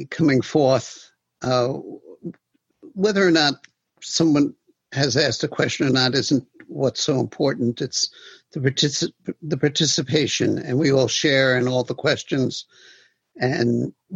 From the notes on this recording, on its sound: Zoom, 9/5/2020. In open discussion with the on-line sangha.